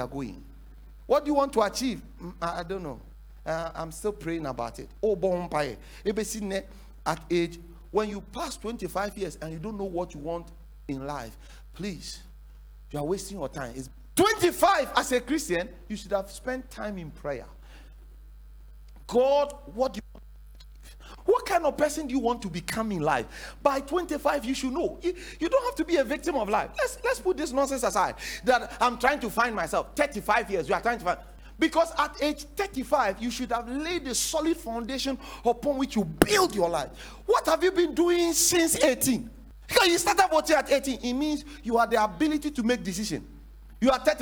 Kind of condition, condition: setting, large echoing room